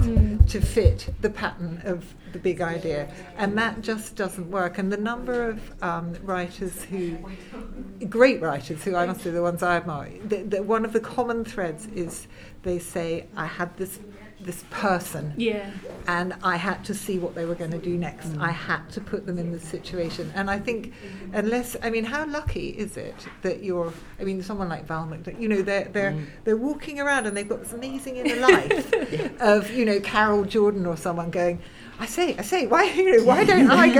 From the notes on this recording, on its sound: In our first episode on location. At the Bloody Scotland Crime Writing Festival, held in Stirling in Septemeber 2018.